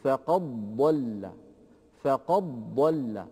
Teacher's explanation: ينتقل من القاف إلى الضاد مباشرة، بمعنى أنه أبدل الدال ضادا وأدغم الضاد الساكنة في الضاد المتحركة التي بعدها، فقد ضل. · Term: الإدغام الصغير